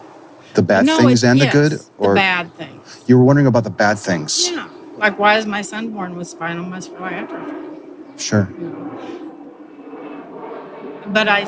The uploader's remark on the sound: Location: San Antonio, Texas. Recorded w/Go-Pro.